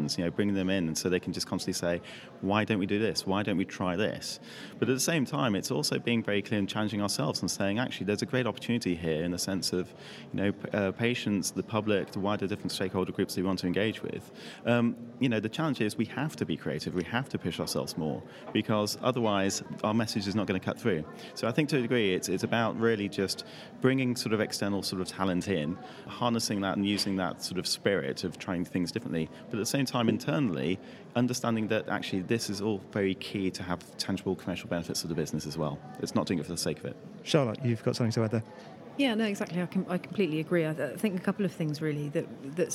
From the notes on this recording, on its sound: recorded in partnership with PRWeek UK at their PharmaComms conference in London